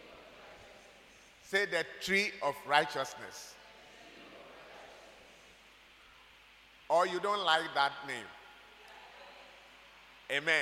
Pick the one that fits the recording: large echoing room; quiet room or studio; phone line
large echoing room